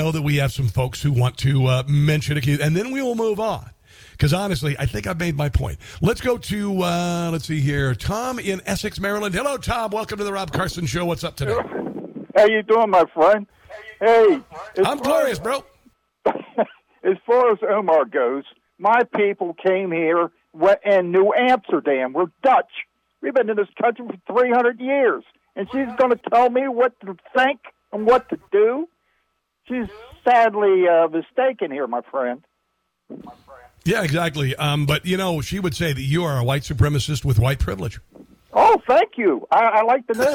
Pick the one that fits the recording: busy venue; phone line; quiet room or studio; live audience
phone line